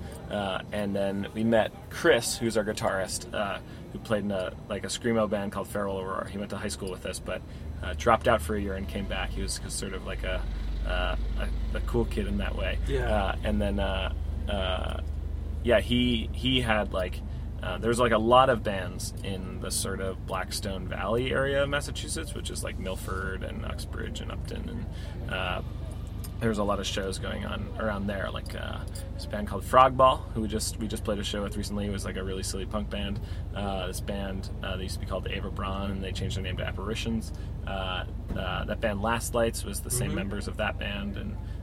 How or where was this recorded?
inside a vehicle